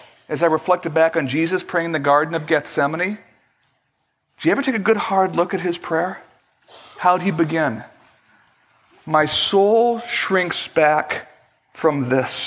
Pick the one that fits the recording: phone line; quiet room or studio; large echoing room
large echoing room